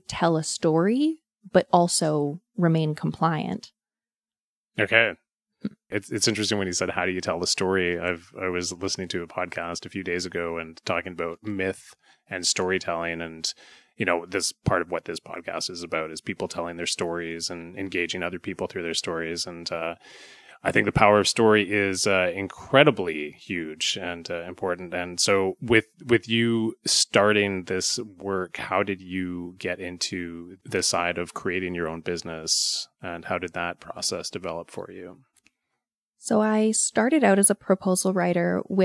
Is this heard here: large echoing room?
no